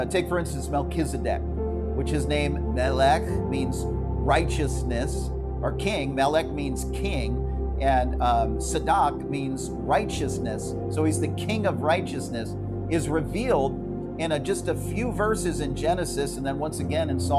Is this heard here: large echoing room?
yes